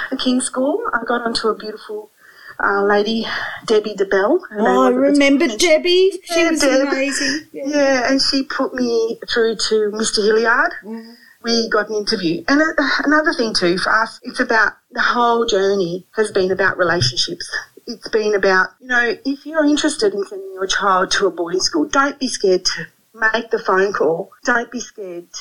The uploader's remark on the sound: we did have a few problems with sound